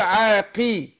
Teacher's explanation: القاف لما تكون مكسورة هتاخد ادنى درجات تفخيم